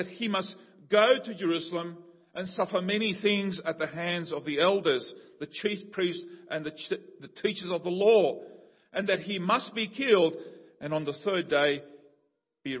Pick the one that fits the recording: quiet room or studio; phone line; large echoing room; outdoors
large echoing room